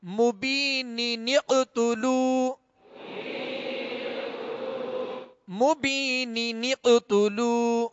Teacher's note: تنوین کے نون ساکن کو زیر دے کر، یعنی نون قطنی کا قاعدہ لگے گا، یہاں دو نون پڑھیں گے